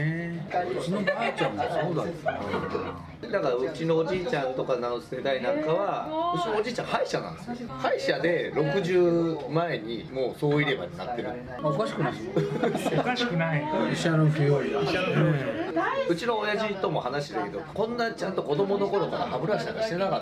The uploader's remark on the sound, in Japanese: バルで収録したため結構ガヤガヤしてます。